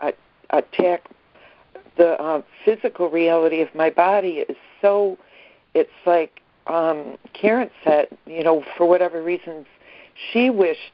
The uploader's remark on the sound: ACIM Daily Conference Call